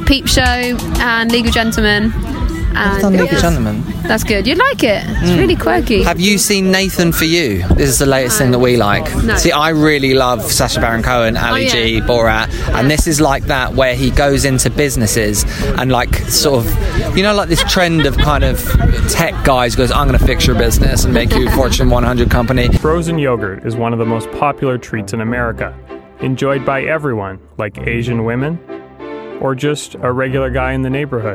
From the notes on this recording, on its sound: It's time for a hoe down at The Big Meat festival in the Surrey countryside!